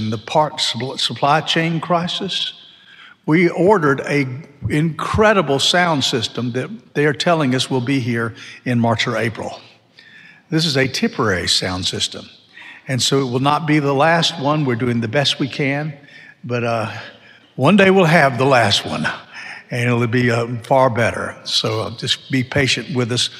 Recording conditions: large echoing room